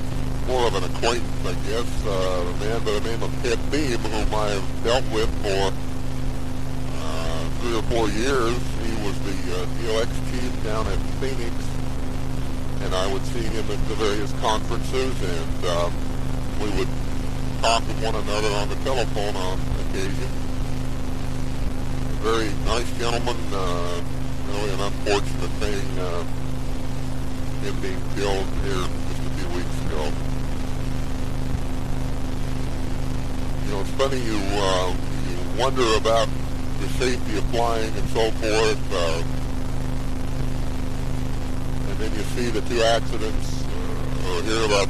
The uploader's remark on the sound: CGA Journal - Driving to Work.